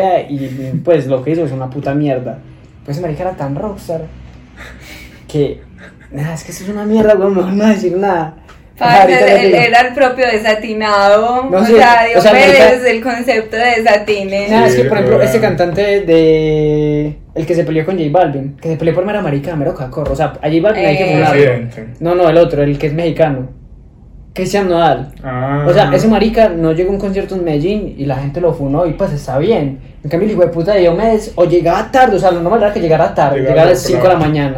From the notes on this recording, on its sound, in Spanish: Como siempre, perdón por la calidad del audio.